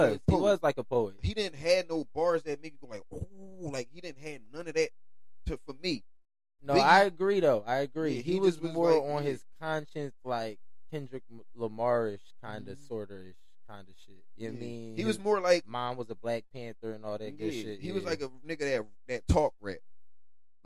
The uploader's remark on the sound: Don't grease us about the sound quality.